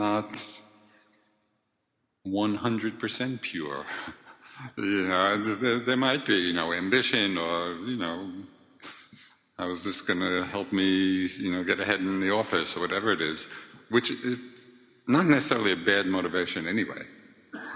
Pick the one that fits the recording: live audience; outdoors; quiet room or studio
live audience